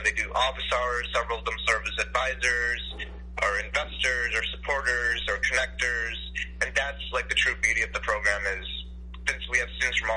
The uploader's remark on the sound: Was joined by phone live on WLCB Lakes Radio 101.5 FM. The show was originally broadcast live.